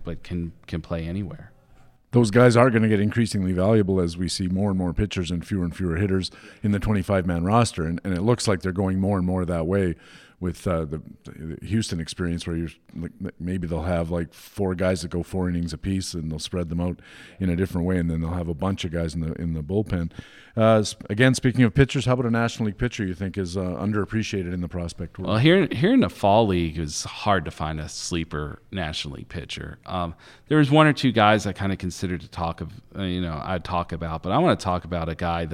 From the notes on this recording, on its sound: LIVE from First Pitch Arizona.